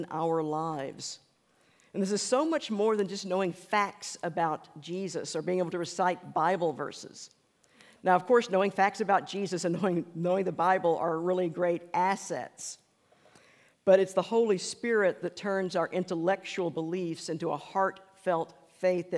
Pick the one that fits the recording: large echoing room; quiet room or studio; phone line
large echoing room